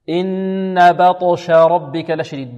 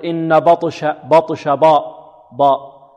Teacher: الباء هنا بارك الله فيكم مرققة، والطاء مفخمة، والشين مرققة · Shown in: first take · طيب، الباء هنا يحذر الطالب أو القارئ من أن تتأثر بالطاف التفخيم.